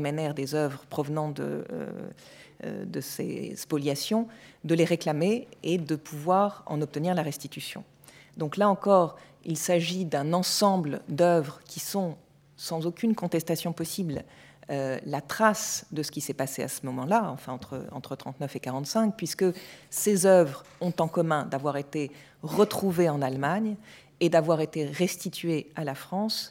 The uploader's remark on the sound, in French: enregistrée le 3 juin 2016 dans le cadre du colloque « Patrimoines spoliés.